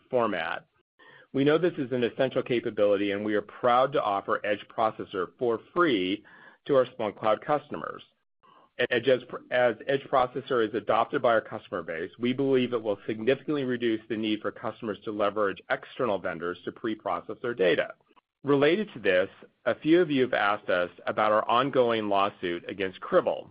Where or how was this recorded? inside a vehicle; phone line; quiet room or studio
phone line